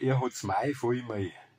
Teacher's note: aus dem Konsonanten L machen wir den Vokal I.